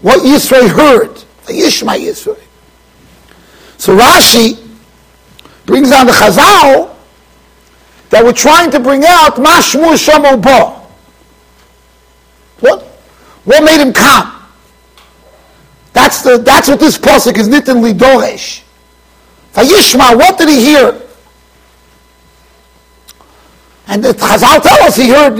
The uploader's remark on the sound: Shiur recorded in Yeshivas Ohr Reuven, Monsey NY.